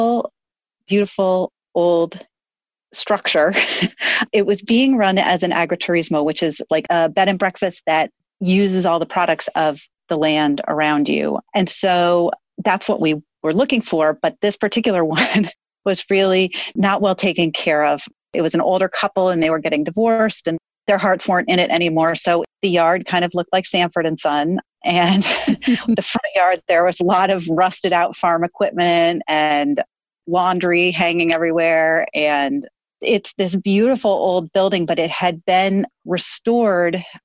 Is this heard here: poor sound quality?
no